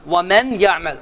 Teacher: Şəddələndi və səs burundan çıxdı. Məl qunnə, yəni qunnə ərəb dilində bu səsə deyir.